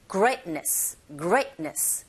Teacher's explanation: 그래서 머물지 않고 빨리 지나가면서 greatness보다는 greatness. 강세가 great 이 부분에 있으니까 거기에 힘을 꽝 주시고 t 사운드 거의 안 들리죠.